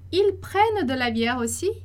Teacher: Presta atenção lá na entonação que vai subir.